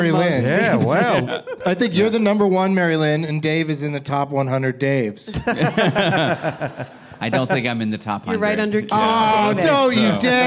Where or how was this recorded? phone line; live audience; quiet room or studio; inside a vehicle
live audience